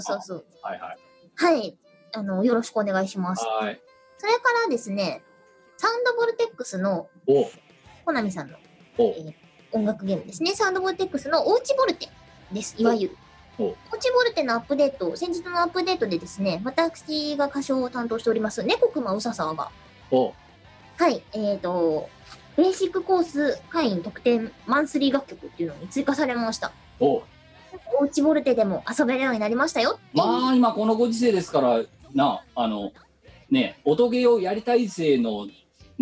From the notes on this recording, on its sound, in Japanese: 本番組はリモート収録です。収録時環境の影響により、聴き取り辛い部分があります。